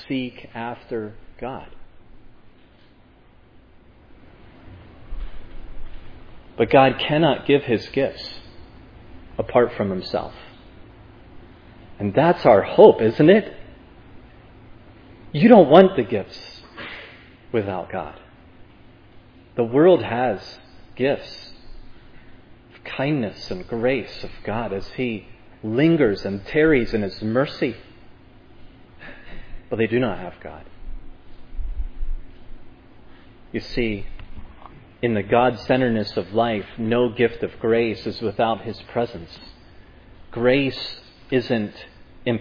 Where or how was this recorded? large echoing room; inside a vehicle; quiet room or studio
large echoing room